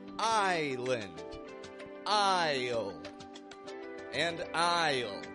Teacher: Three words with very similar pronunciation, all of which are spelled with an S, but the S is dropped